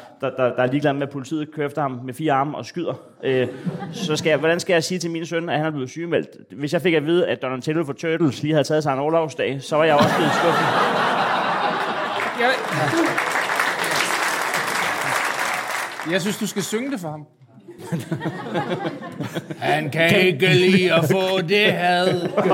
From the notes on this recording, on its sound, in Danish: Afsnittet er optaget live på Comedy Zoo